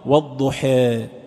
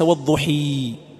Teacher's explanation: الفتحة كسرة والألف ياء، لكن انظر تقرأها والضحى، فهذه هي الإمالة، تلك الفتحة تنحو بها إلى الكسرة والألف تنحو بها إلى الياء · Shown in: first take